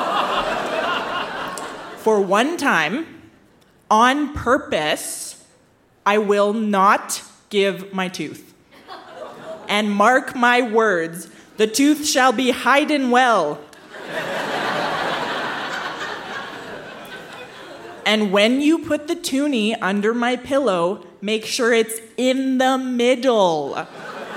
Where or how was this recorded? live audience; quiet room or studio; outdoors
live audience